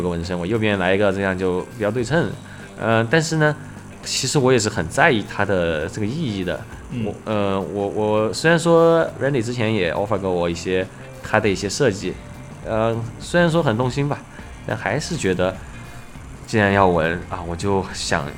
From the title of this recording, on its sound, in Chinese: 这是一期边纹身边录制的节目